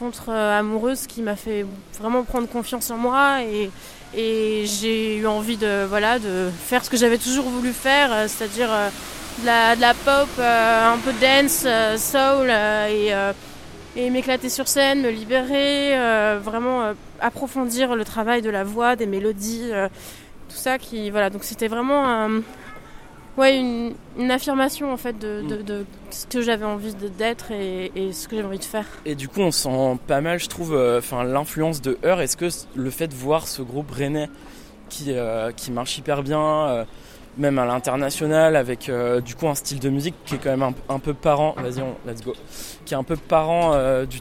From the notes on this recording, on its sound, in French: 30 minutes en balade dans Rennes. Un épisode enregistré aux Transmusicales de Rennes, le lendemain de son concert, avec une chanson en acoustique.